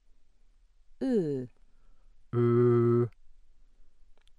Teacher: close mid central, barred O